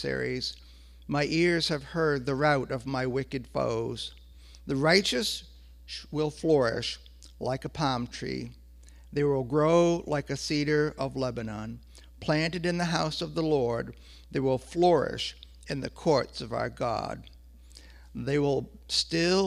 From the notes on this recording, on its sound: The audio from our Sunday gathering